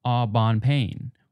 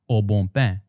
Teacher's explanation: the nasal vowel sounds are so strong that you don't even hear the ends anymore · Shown in: second take